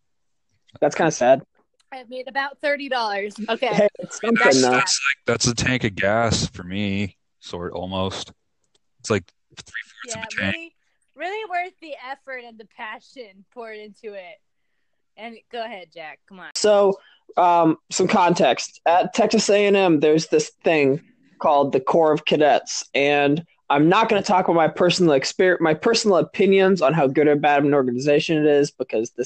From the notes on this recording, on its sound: This recording session was absolutely riddled with technical problems and a lot got cut.